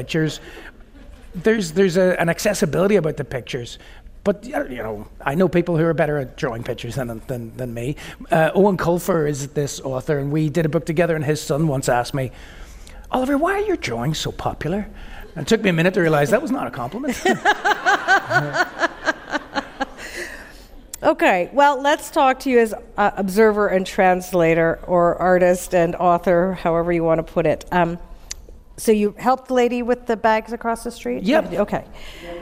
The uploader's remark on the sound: on stage at the Toronto Reference Library's Bram and Bluma Appel Salon